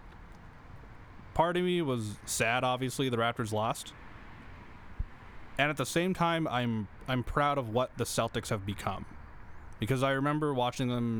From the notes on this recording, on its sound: episode recorded outdoors